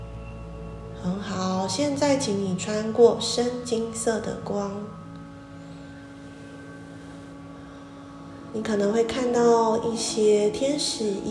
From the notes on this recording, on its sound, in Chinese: 早課結束後的冥想，用iphone錄的，音質跟之前的不太一樣。